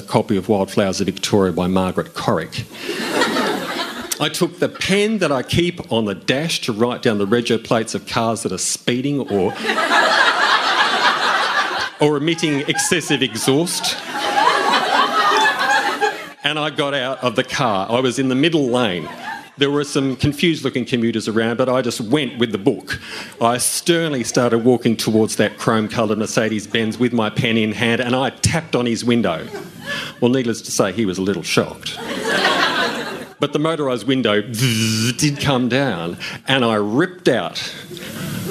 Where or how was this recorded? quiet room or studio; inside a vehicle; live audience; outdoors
live audience